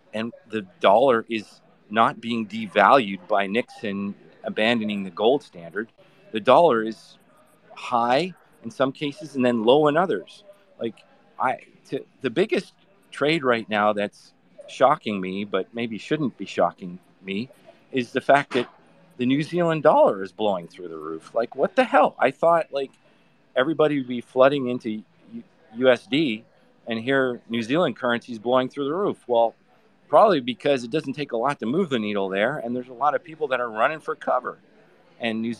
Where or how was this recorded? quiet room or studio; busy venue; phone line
busy venue